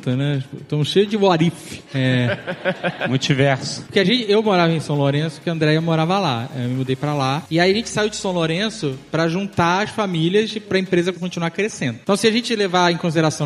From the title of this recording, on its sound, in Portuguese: Ao vivo no Spotify Podcast Festival